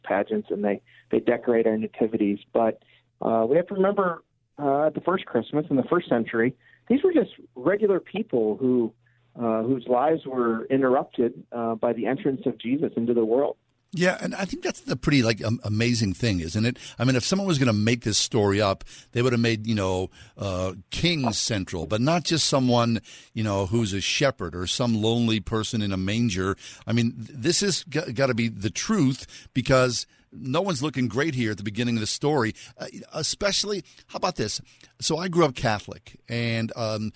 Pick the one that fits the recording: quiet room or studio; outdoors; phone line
phone line